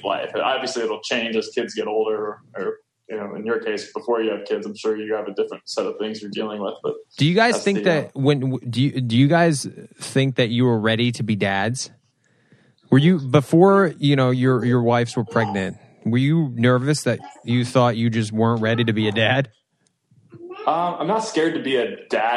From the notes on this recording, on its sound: meet up on Zoom